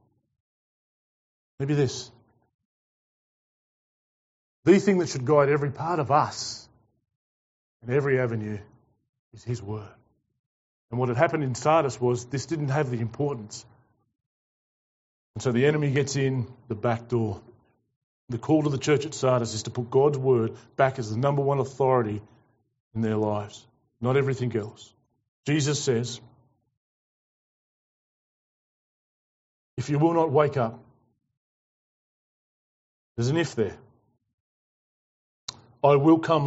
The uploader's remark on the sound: preached to The Rock Christian Church on Sunday 17 October 2021